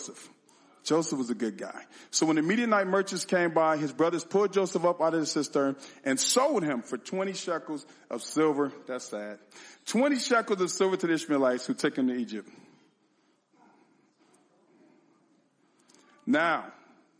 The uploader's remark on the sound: Sermon and communion at our 2/18/2024 Sunday Service.